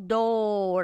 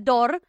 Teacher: Es como si la O se alargara un poquito. · Shown in: first take · door. Dele un minutito, un segundito más a esa O.